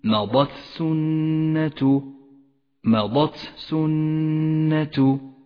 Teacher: إياك أخي القارئ أن تخلط بين همس التاء وحرف السين عندما تقرأ قوله تعالى: فقد مضت سنة الأولين، مضت سنة، مضت سنة، فأعط كل حرف حقه ولا تخلط في النطق بين الحروف.